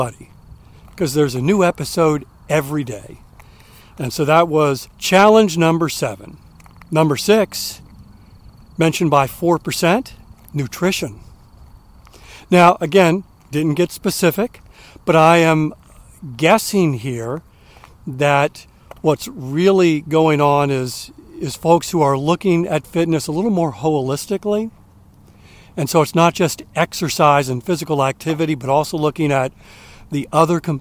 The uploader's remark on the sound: During today's ten-minute walk